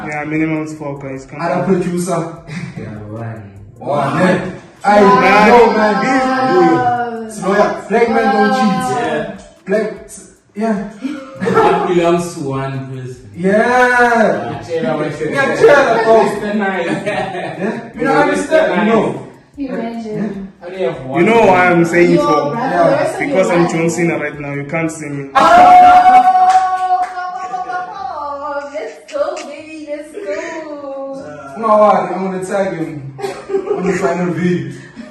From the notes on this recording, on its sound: Due to technical difficulties the audio quality has been affected we would like to apologize for the inconvenience